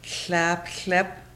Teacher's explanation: L with a slash, special L sound. Put the tip of the tongue on the roof of the mouth, and when trying to say the L sound, air comes out of the sides of the mouth.